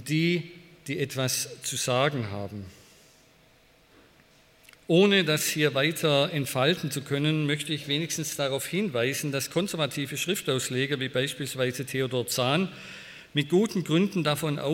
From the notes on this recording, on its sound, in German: Bei einer Veranstaltung der Liebenzeller Mission.